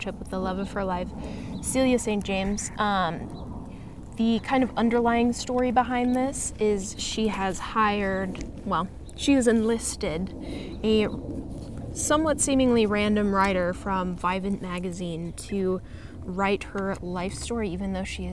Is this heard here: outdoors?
yes